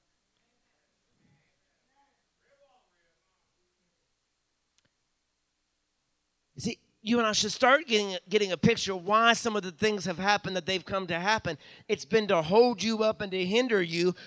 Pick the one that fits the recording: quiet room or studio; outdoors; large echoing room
large echoing room